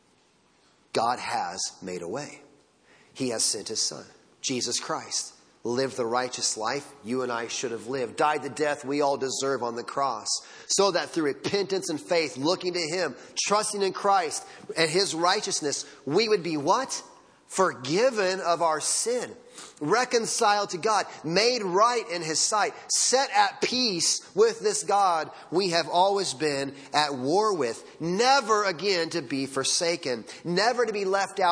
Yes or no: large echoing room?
yes